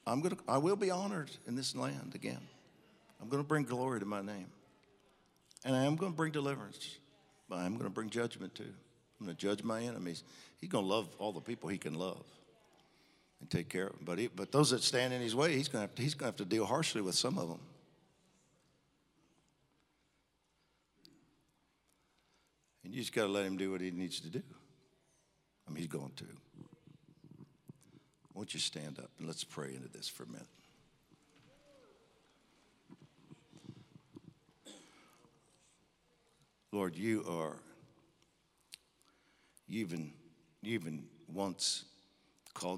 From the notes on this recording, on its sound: Recorded live on 7/18/21.